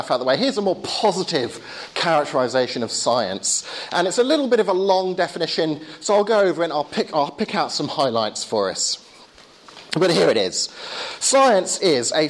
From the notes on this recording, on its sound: Talk with Q&A at Hesketh Bank Christian Centre, May 2011